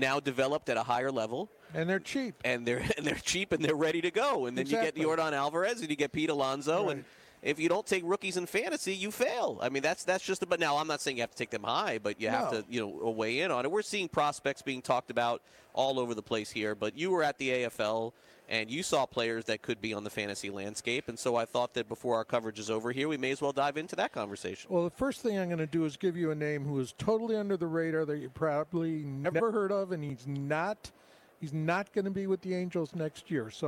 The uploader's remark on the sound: LIVE FROM THE MLB WINTER MEETINGS.